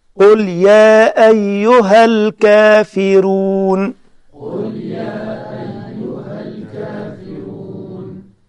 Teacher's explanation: القصر إنك تخلي المنفصل حركتين · Term: مد منفصل